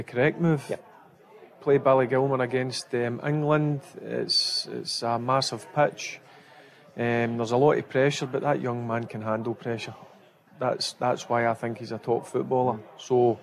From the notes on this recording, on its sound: live from The Radisson Red